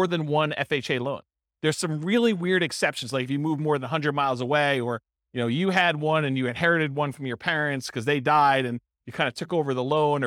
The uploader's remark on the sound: This was a live class recorded